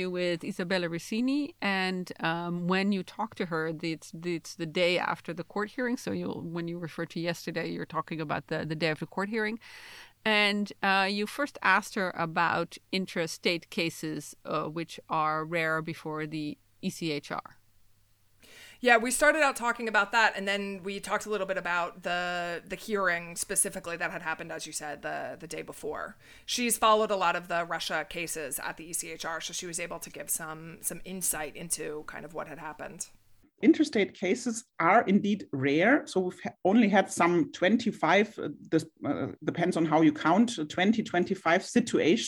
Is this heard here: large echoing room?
no